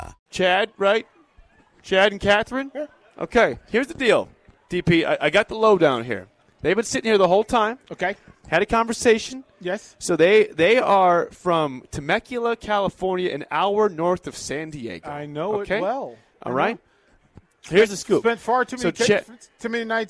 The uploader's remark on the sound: Live from Barry's